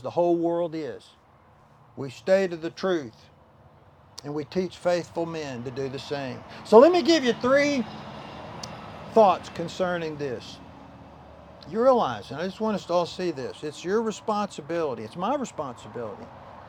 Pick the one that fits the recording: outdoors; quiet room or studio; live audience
outdoors